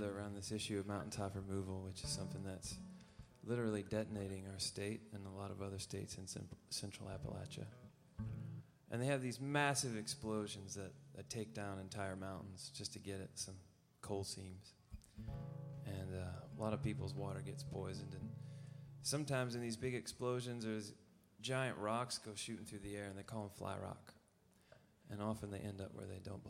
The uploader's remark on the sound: Perform live at the Newport Folk Festival in Newport, R.I.